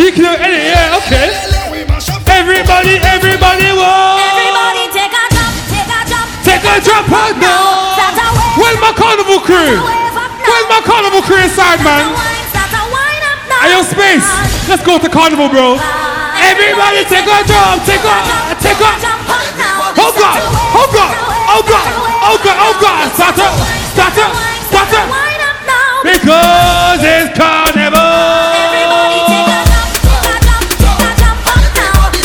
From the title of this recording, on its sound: S.W.A.T Day Party Live Audio